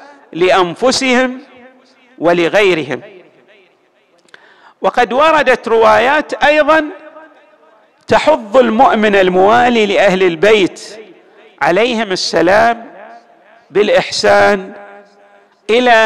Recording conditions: large echoing room